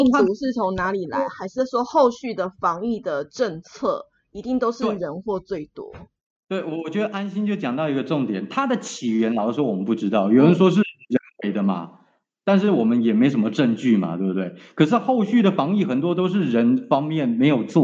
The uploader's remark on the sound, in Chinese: 我們首度離開超級棒的錄音室。嘗試遠距錄音。音質請大家包容一下。